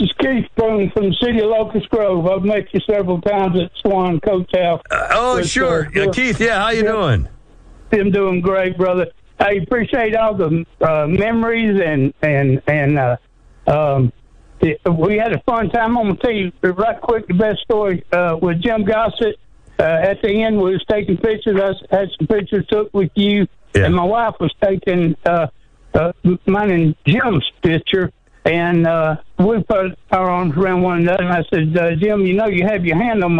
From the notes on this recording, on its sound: Take your live calls.